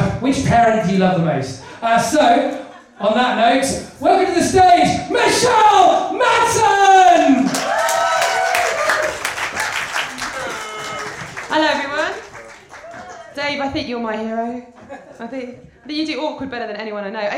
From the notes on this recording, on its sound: The third of three live recordings from our Tragic Heroes live event which took place at the Hackney Attic on the 21st February 2014.